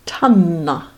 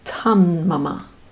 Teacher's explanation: a halanta ta before a na or a ma is replaced by a halanta na. So tat meeting a word starting with na, or indeed just na, you get tanna.